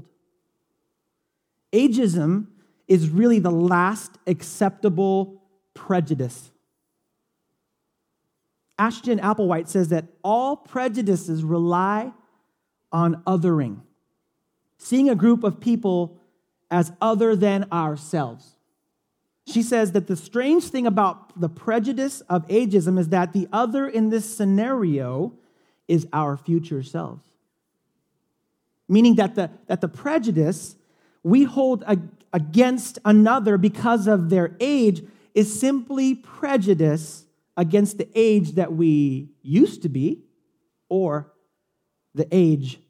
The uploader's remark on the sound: Delivered on 8 October 2017 at Grace Church of La Verne . Delivered on 8 October 2017 at Grace Church of La Verne .